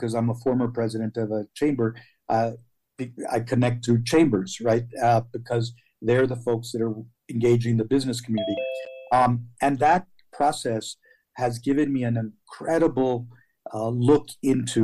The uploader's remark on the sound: Connect Humanity webinar